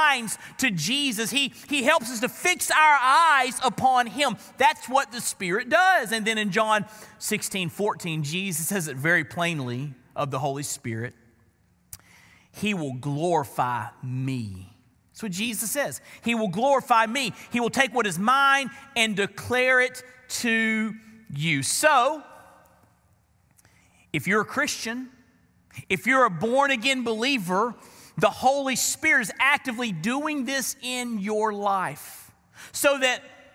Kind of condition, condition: setting, large echoing room